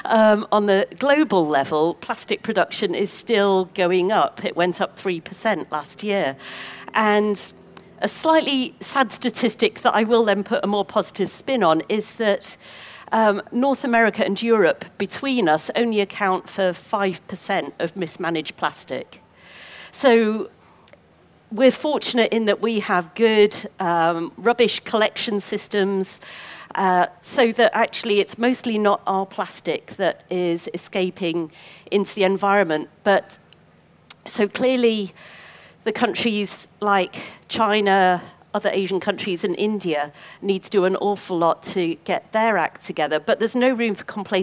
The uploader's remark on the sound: This week, we bring you a special episode from our Countryfile Live 2019 podcast. This new series brings you some of the best moments from debates at the BBC’s Countryfile Live event at Blenheim Palace.